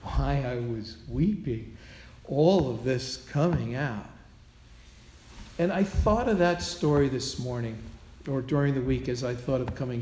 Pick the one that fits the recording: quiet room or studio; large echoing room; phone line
large echoing room